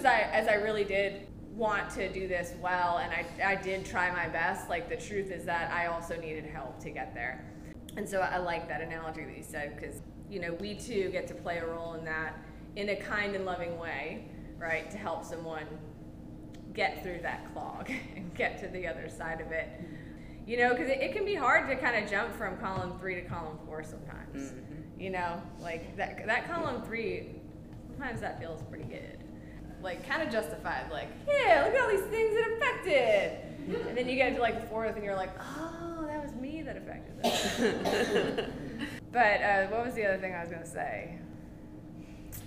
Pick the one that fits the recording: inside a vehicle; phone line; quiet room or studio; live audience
live audience